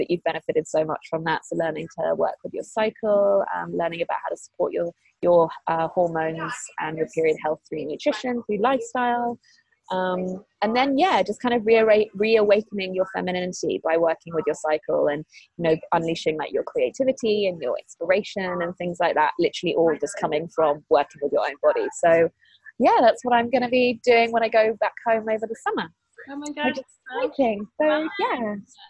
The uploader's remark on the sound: we did this interview via skype